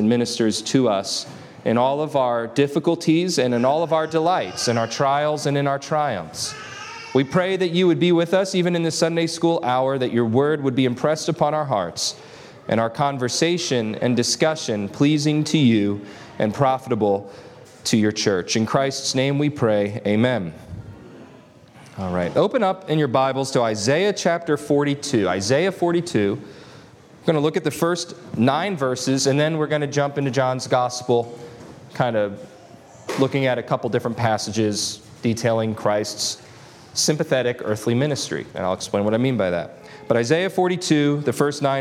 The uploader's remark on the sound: This lesson was delivered on August 20, 2023 at Antioch Presbyterian Church. At Antioch Presbyterian Church, a mission work of Calvary Presbytery of the Presbyterian Church in America located in Woodruff, South Carolina.